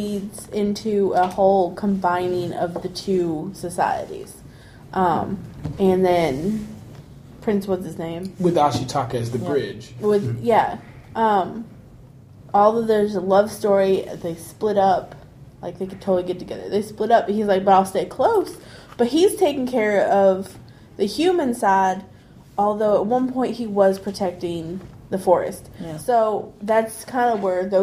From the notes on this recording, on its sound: This was recorded at Balticon 51